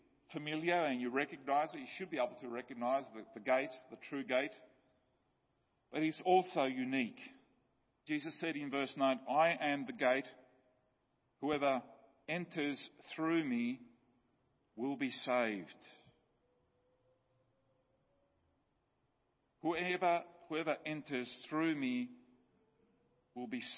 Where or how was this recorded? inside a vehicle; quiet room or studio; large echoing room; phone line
large echoing room